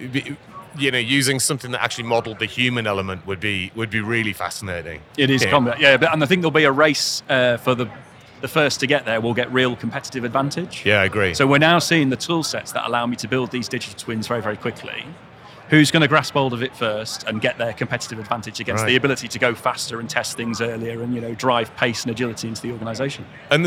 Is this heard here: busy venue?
yes